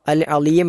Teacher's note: പിന്നീട് ലാ, അൽ അലീം എന്നിടത്തുള്ള സാധാരണ നമുക്കറിയാവുന്നതായ ലാ ആണ് നാവ് മുൻപല്ലുകളിൽ സ്പർശിക്കുന്ന രൂപത്തിൽ ഉച്ചരിക്കേണ്ട ലാ എന്ന അക്ഷരം